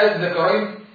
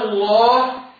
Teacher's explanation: النطق بالهمزه بين الهمزه والالف · Shown in: second take · تسهيل كأن تقول الله هكذا، هو ده تفسير الفن.